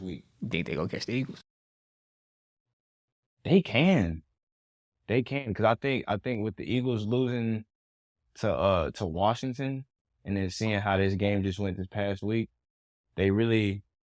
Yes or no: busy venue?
no